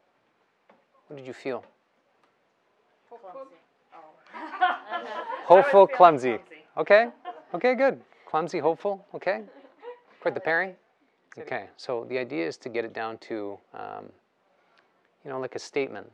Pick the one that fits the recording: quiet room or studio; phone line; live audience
live audience